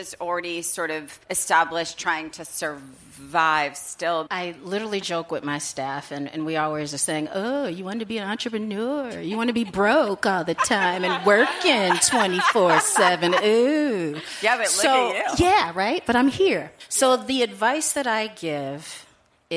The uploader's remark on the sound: live from Audrey's Coffee House and Lounge in Rhode Island